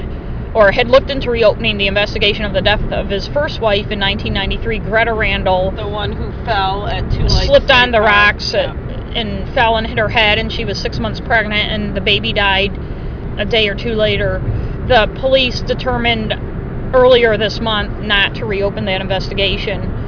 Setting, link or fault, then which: setting, inside a vehicle